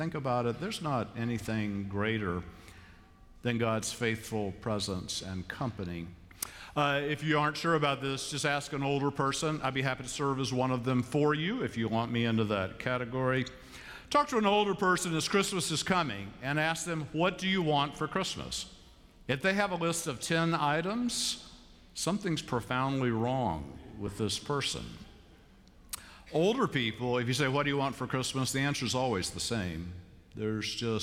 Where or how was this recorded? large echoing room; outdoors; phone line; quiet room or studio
large echoing room